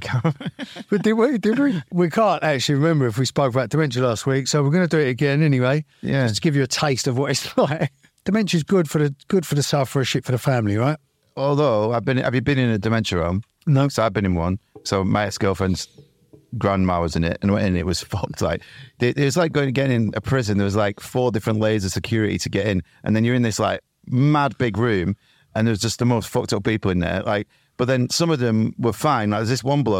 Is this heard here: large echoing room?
no